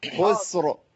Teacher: ان الانسان لفي خسر كده رققنا الراء والراء مفخمه